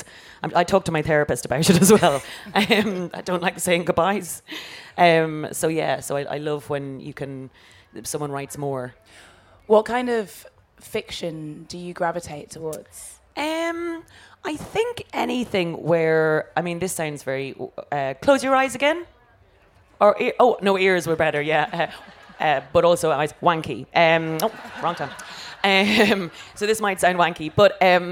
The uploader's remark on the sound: Live at Latitude. In a special episode in front of a live audience at Latitude Festival.